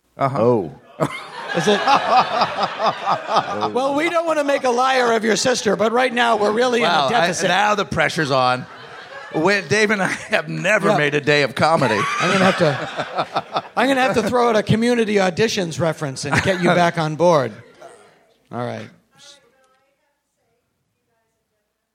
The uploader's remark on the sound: live from SF Sketchfest